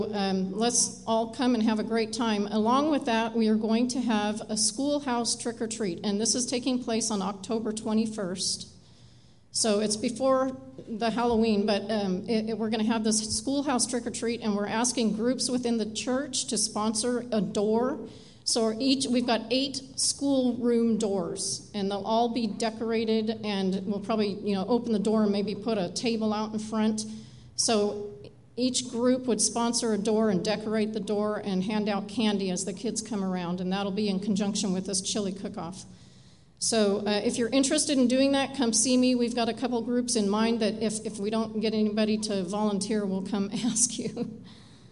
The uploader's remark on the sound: Live Worship Service